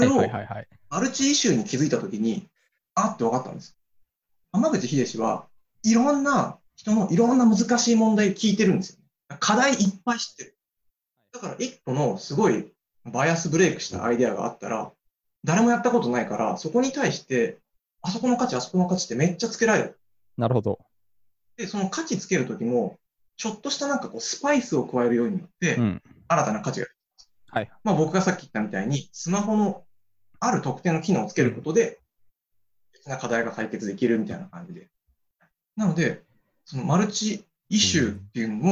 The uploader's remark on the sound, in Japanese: Zoomの無料アカウントの制限のため終わり